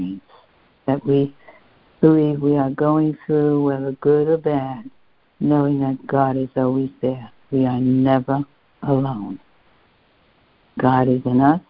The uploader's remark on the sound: CONF CALL.